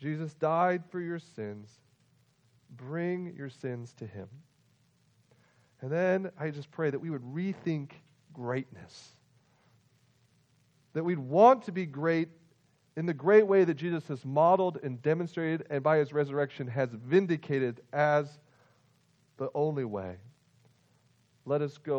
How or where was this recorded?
large echoing room